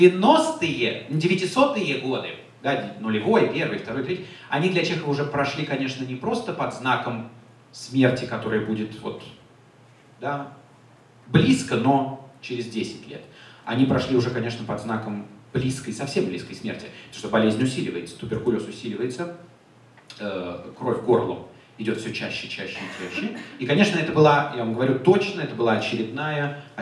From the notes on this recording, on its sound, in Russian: Лекция в Доме культуры «Ясная Поляна» 28 октября 2017 года